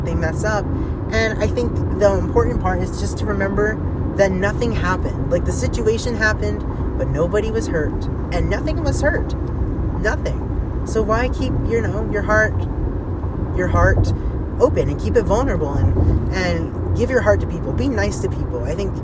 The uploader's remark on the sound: life updates while driving!